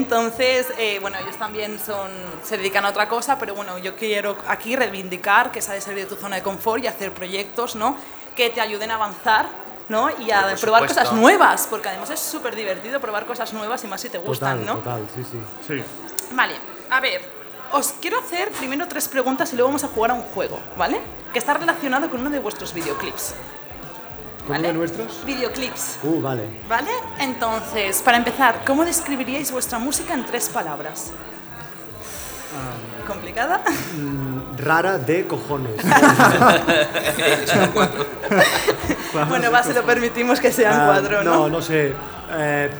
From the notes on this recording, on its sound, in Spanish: Acompañanos a batir el Record Guiness Mundial del Podcast de la mano del Teatro Victoria de Barcelona. Un episodio donde planeamos en vivo.